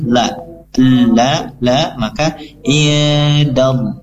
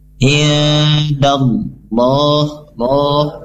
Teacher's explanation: Allah, jadi Allahnya itu tebalnya murni dari rongga mulut dan juga makhrajnya huruf lam, bukan dari kita indallah, tapi indallah.